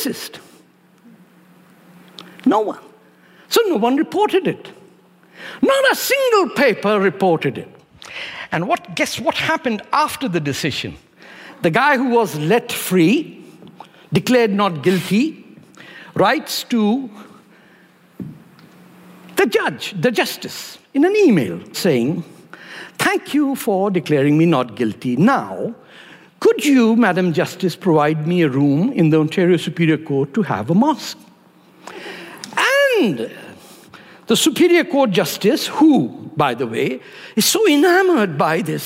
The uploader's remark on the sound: at ideacity 20th anniversary conference